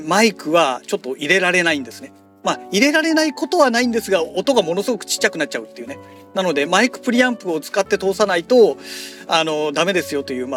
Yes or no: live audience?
no